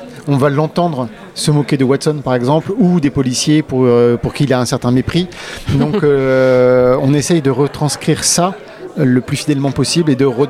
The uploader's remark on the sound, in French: une série d'interviews au festival Quai des Bulles en octobre 2022 à Saint Malo